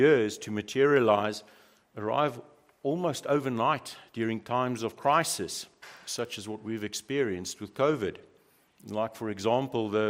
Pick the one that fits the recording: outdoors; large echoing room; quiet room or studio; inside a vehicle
large echoing room